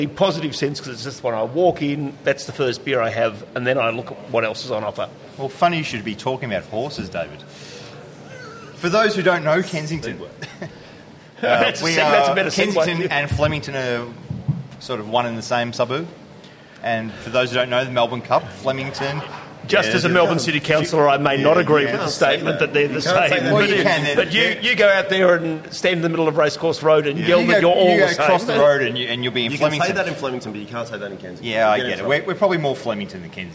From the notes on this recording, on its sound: Live 150th Episode at Bonehead! Venture down to Kensington's Bonehead brewery with a real live audience. Share their Oktoberfest beers with the crowd.